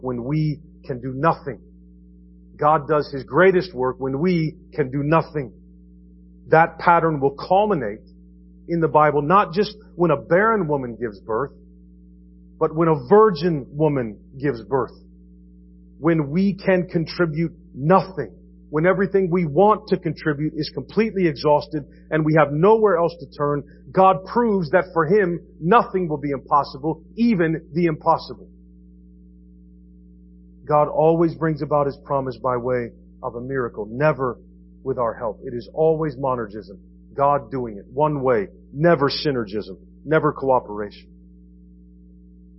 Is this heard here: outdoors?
no